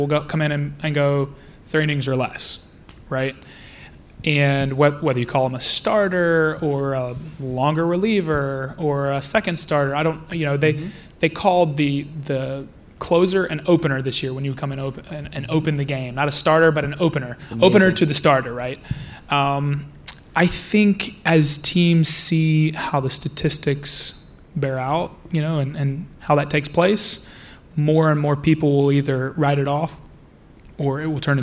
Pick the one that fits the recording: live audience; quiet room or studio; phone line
live audience